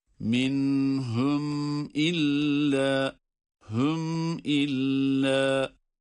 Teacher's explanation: Yine cezimli mimden sonra hemze olduğu için yine izhar ile okuyoruz.